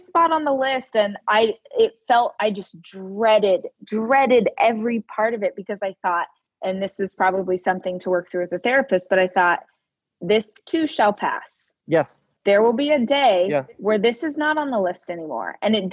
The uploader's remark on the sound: over Zoom